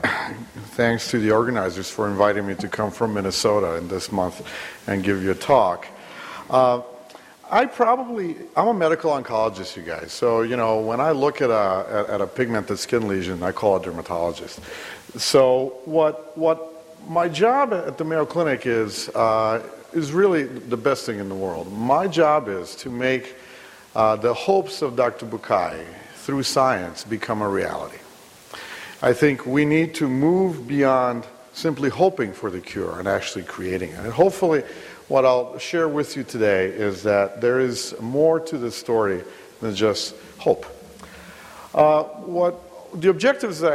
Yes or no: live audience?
yes